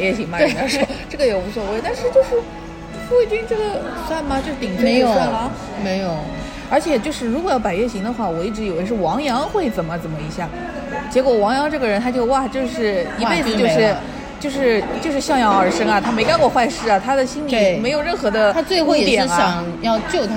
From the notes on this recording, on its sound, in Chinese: 每次录制基本都是在餐厅吃饭，没有条件升级录音设备。本次录制花费：新旺-88元。